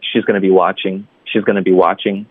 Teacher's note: 这个 she's gonna be 这段会非常快，然后 watching 是关键词，我们可以稍微放慢一点。She's going to be watching that.